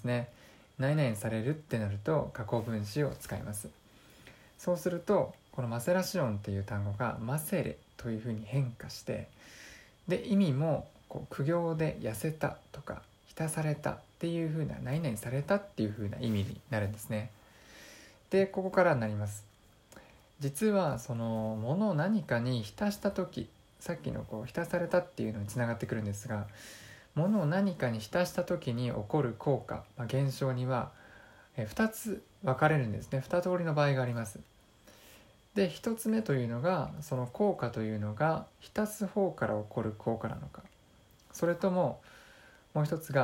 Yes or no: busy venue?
no